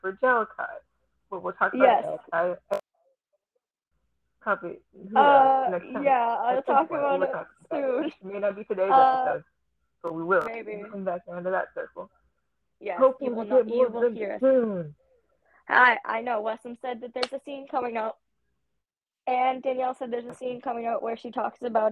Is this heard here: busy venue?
no